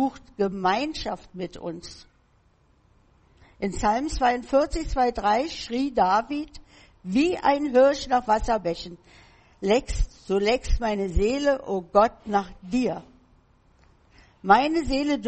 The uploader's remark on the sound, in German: Im Gemeinde-Zentrum in Berlin aufgenommen.